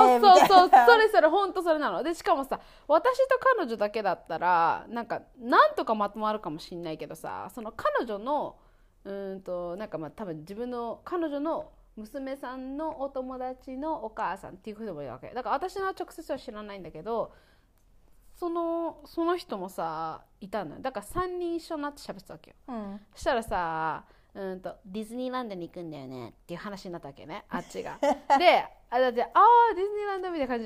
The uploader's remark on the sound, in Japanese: 今回なんか音声が小さかったり大きかったりするの、ごめんね。